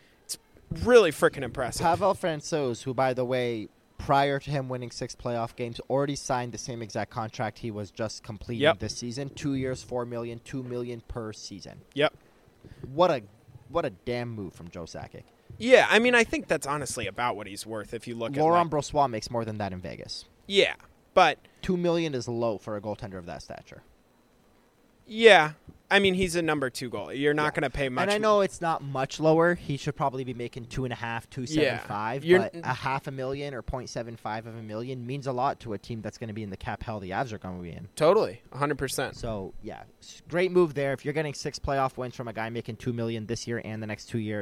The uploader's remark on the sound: are at Rogers Place in Edmonton